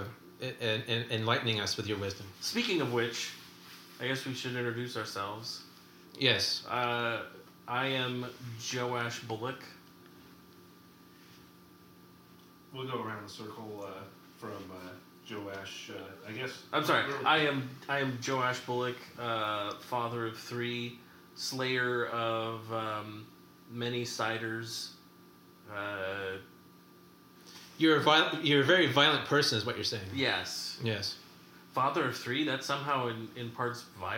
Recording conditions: poor sound quality